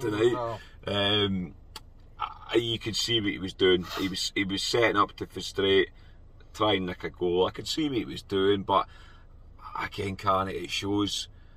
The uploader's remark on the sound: From the car after leaving Ibrox.